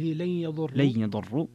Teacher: ترك الغنة في قوله لن يضروا